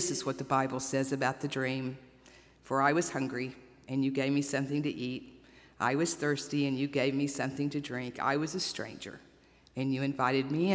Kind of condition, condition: setting, large echoing room